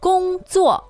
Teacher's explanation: First tone, fourth tone